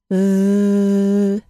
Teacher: When I create the sound, air must be forced between the tip of my tongue and my top front teeth. At the same time, my vocal cords are vibrating. · Term: voiced TH